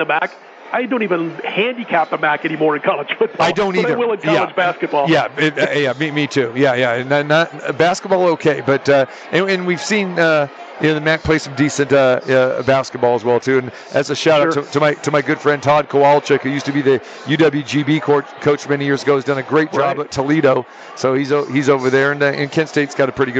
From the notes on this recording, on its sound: Live From the Super Book. March Madness ambience and crazy finishes in the opening round of the NCAA Tournament. At the Westgate Las Vegas.